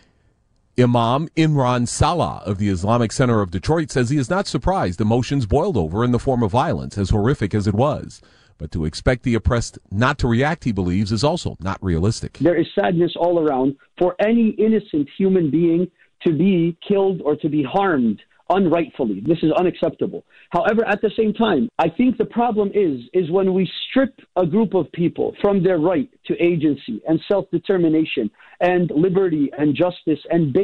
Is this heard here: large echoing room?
no